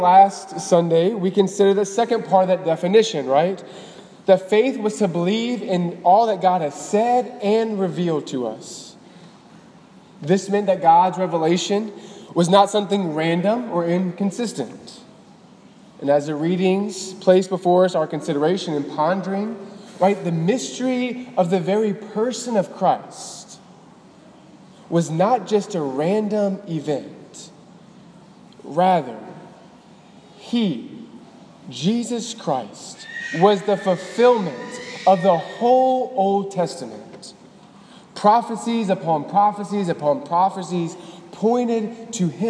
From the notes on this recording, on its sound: Delivered on April 22, 2018 at the Cathedral of the Nativity of the Blessed Virgin Mary in Biloxi, MS.